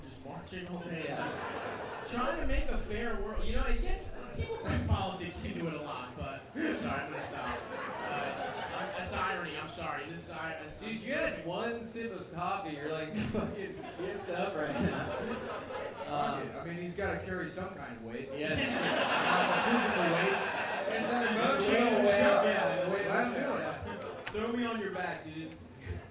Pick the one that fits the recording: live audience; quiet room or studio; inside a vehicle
live audience